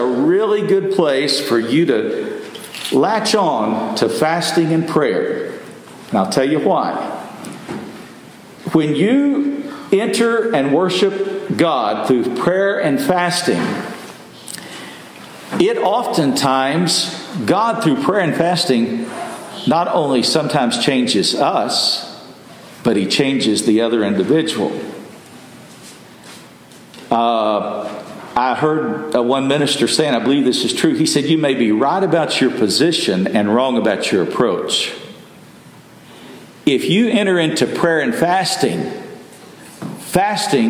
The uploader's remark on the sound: Messages delivered Sunday, July 2w, 2023 at Mt Carmel Primitive Baptist Church